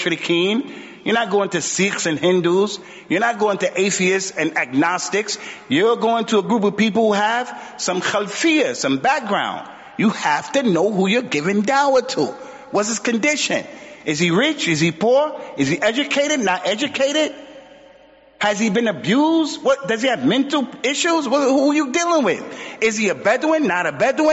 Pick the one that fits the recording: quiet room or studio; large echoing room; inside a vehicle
large echoing room